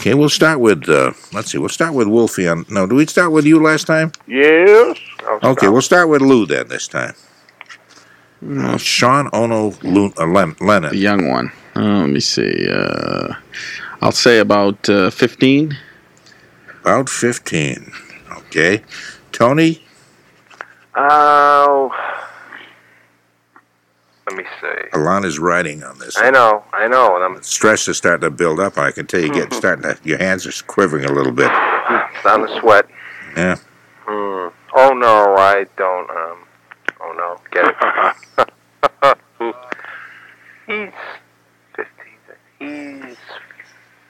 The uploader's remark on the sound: I’m on the phone from MC.